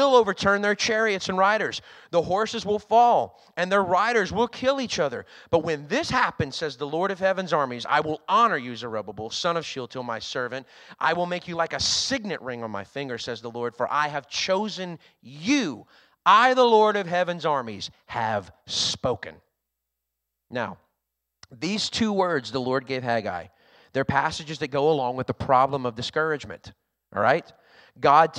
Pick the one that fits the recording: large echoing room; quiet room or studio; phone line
large echoing room